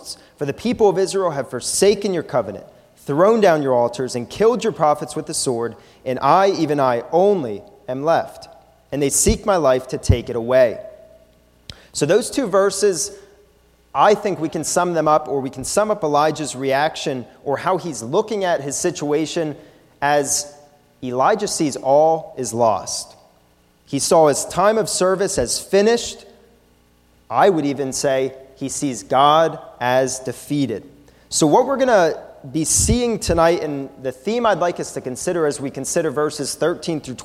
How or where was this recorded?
large echoing room